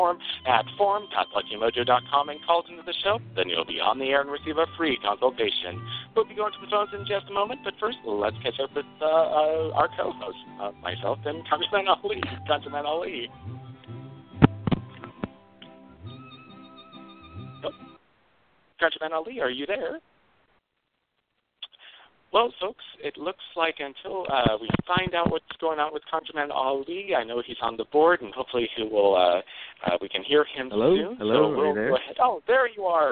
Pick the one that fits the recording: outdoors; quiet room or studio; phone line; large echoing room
phone line